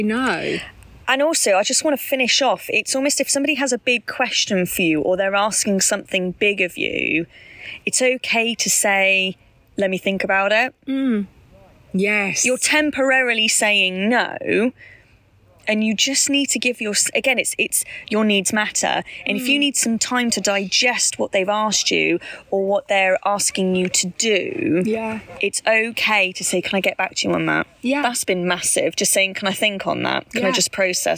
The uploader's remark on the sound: Apologies for the sound quality of this episode - we were outside and it was a bit windy at times. We will get a better mic for next time! Apologies for the background noise in some places.